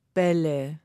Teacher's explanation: Also wenn wir ein Wort nehmen wie zum Beispiel Bälle, dann vibrieren die Stimmlippen in meinem Kehlkopf. Das kann man ganz einfach ausprobieren, indem man sich mal vorsichtig die Hand auf den Hals legt und dann Bälle sagt. · Term: Vibration der Stimmlippen